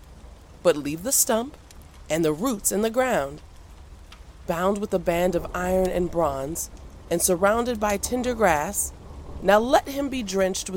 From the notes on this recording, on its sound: The soothing sounds of a crackling fireplace and a quiet thunderstorm as a backdrop to the reading. A dramatized reading of the Bible, including music, nature sounds, and sound effects.